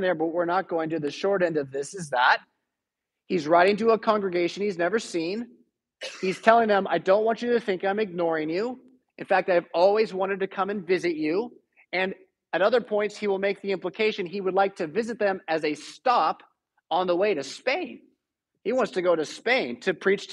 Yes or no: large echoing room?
yes